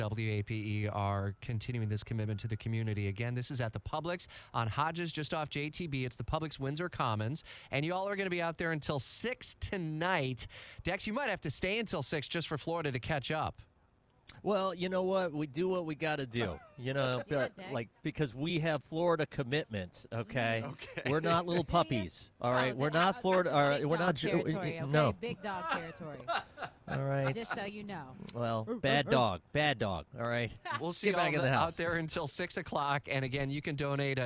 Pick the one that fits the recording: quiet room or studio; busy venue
busy venue